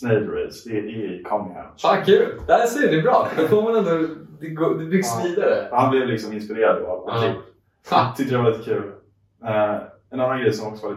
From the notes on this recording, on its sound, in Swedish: Om du undrar varför ljudet är lite kefft så är det för att vi misslyckades med att sätta på mickarna och därför blev tvungna att använda kamerans ljudupptagning istället.